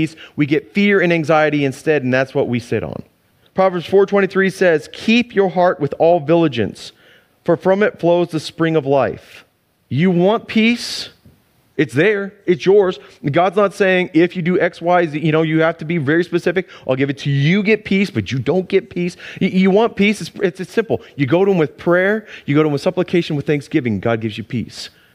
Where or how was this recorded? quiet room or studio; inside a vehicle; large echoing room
large echoing room